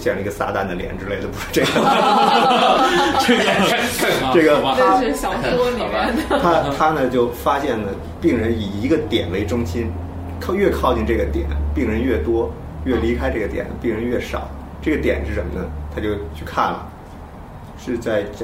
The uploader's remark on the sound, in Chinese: 本期节目为在张大妈办公区用录音笔录制，可能有街道上的杂音，请见谅。